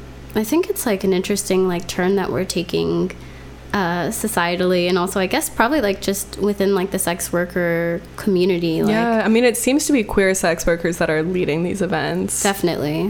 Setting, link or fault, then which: fault, hum or buzz